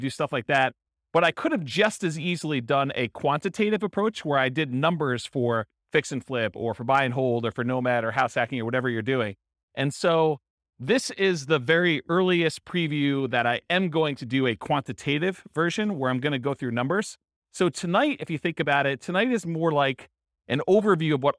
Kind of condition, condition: setting, live audience